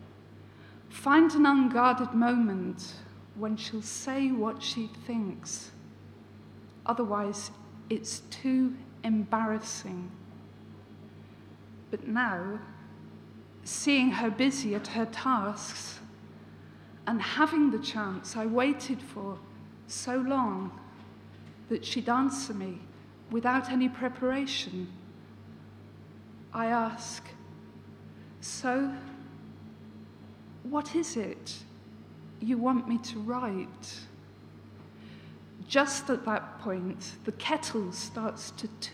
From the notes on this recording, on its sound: This recording is taken from the Writers Centre Norwich salon. Poetry reading at the WCN Salon.